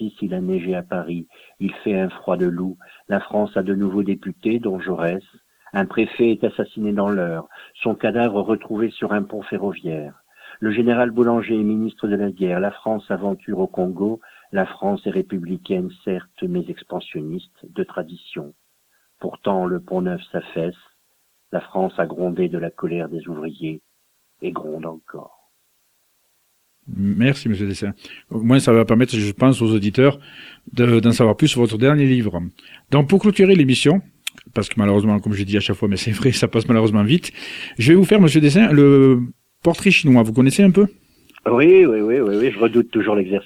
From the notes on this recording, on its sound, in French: Reçoit par téléphone le romancier.